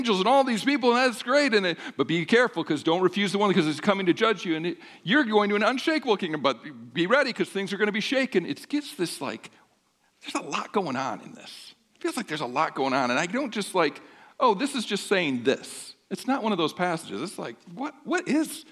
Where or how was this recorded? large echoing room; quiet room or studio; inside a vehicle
large echoing room